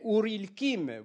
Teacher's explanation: un « i » qui s'ajoute après, entre les deux dernières consonnes. Ça a tendance maintenant à être neutralisé, le « i » n'est plus réalisé par les jeunes maintenant, ils disent « ur ilkim ».